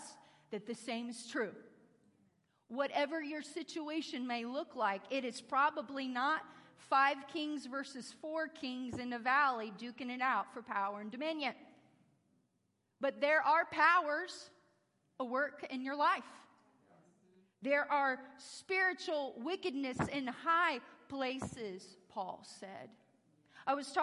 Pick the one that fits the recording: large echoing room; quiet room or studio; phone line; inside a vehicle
large echoing room